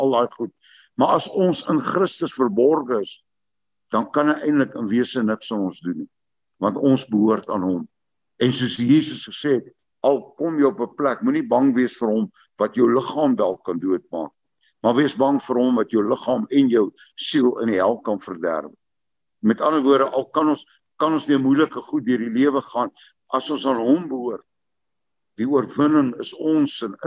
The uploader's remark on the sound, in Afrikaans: Manne van die Woord se Zoom Byeenkoms 31 Maar 2022